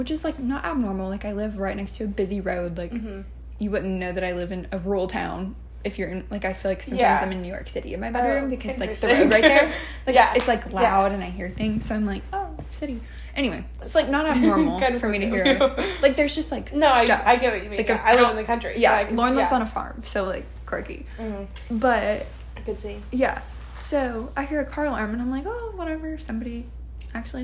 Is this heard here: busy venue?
no